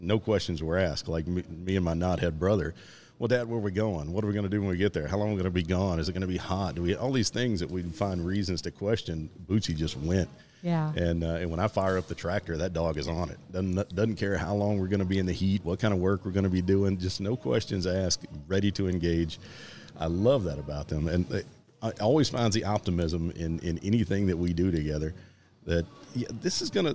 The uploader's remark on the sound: Recorded at Tusculum Brewing Company